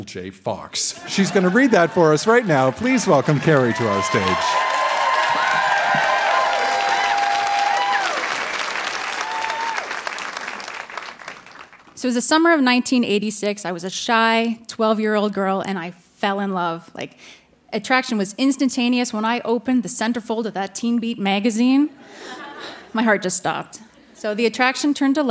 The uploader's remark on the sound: Recorded live at the Rio Theatre in Vancouver.